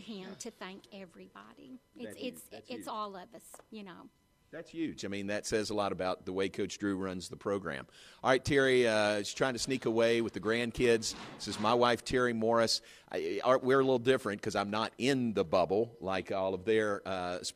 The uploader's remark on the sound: live from the #FinalFour in Indy.